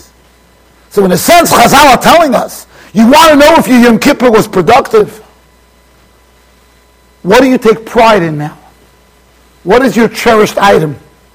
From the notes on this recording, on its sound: Shiur recorded in Yeshivas Ohr Reuven, Monsey NY.